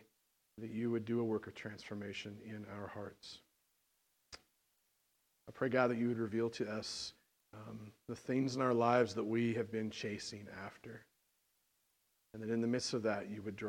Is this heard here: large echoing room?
yes